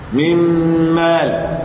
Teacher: لما النون تضغم في الميم الشفتين يشتغلوا مع الخيشوم